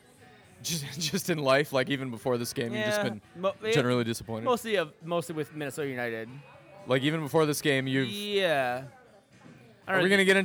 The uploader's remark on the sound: ceaselessly accosted by Arsenal fans during recording